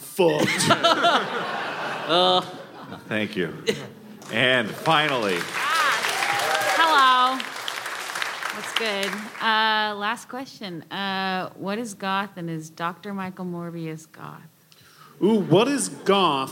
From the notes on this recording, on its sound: Covid has kept us from in-person live shows for more than two years, but last weekend we made our triumphant return at The Bell House in Brooklyn. Covid has kept us from in-person live shows for more than two years, but last weekend we made our triumphant return at The Bell House in Brooklyn. Fangs to all who came out in person!